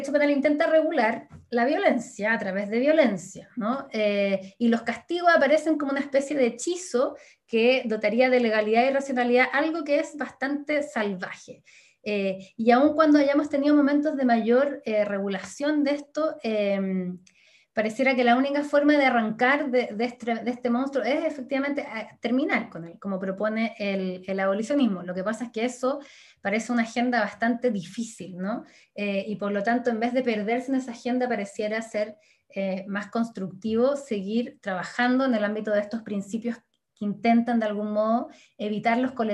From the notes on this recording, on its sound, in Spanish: Actividad organizada por la Facultad de Ciencias Jurídicas y Sociales de la Universidad Austral de Chile y por el Instituto de Ciencias Penales. La presentación online se realizó.